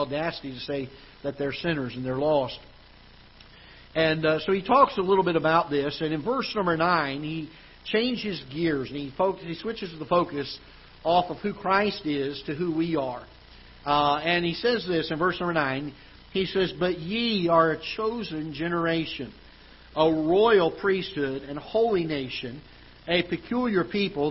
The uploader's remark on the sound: Ketha Heights Baptist Church ~ Live Broadcast